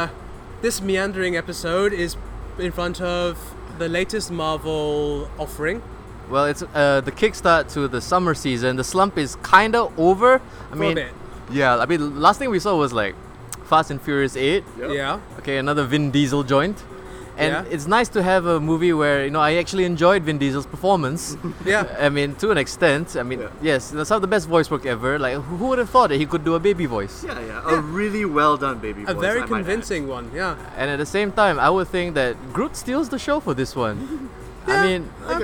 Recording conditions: outdoors